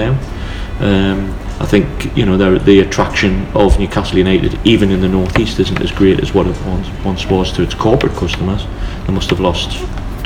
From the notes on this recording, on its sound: thank you to Nine Bar for allowing us to record